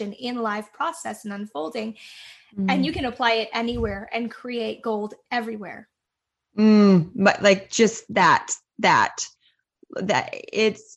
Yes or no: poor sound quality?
no